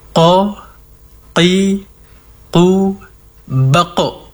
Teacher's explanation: Diperjelas hurufnya terutama pada sifat isti'la'nya. Pangkal lidah terangkat. Qa, Qi, Qu, Baqo.